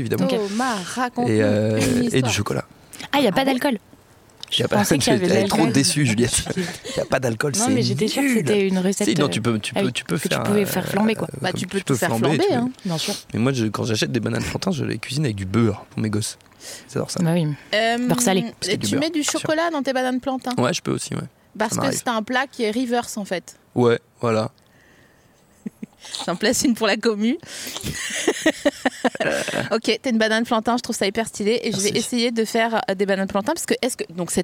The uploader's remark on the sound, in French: enregistré le 18 décembre 2020 dans le jardin du patron